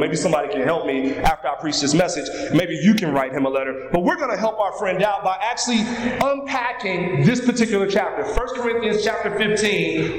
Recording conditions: large echoing room